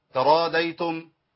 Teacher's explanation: ترى ضيتم، اسمع الخطا، ترى ديتم كده الضاد بقت دال